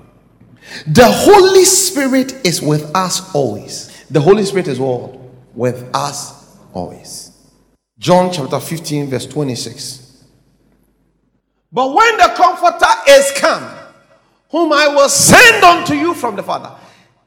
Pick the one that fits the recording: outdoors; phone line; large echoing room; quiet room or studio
large echoing room